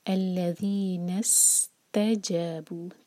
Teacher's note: نون کو ہم سین سے جوڑیں گے